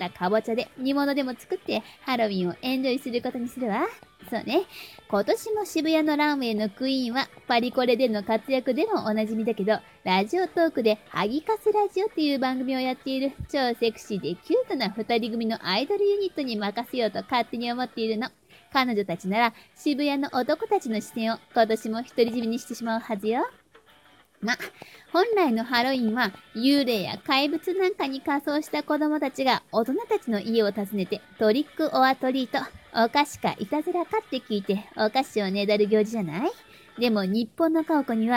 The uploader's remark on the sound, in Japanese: 充電しながら収録したら ジャックがかぱかぱ動いてて 雑音が凄いみたい 五年前の私のスマホは 驚くぐらい雑音を拾うわ。